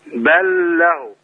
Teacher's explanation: اعمل الادغام بس ما تعلقش على اللام ما تقولش بل له كده هنعملها غنة نعم بل له على